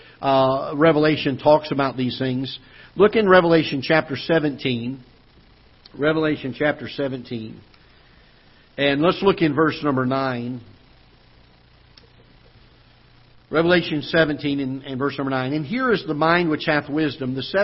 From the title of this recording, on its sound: Ketha Heights Baptist Church ~ Live Broadcast